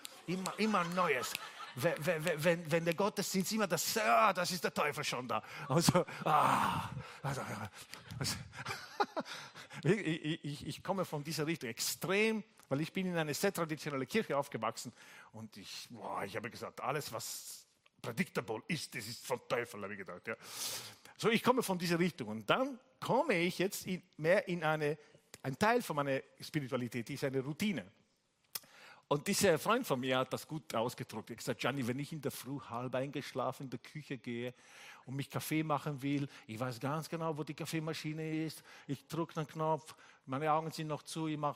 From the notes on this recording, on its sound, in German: Gottesdienst live aus der LIFE Church Wien.